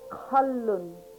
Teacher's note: This is deep in your throat. It's not like a regular Q.